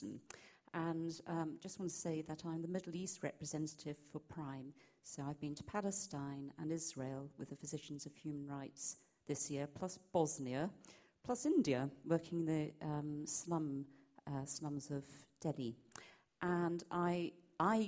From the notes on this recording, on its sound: Questions from the audience